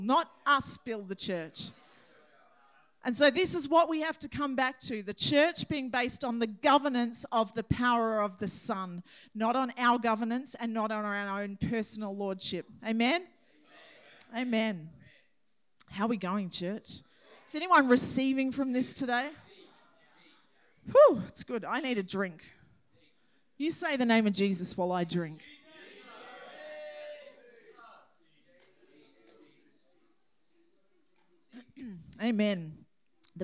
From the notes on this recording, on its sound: This message was recorded on 08/10/2023 during the 10am Sunday service.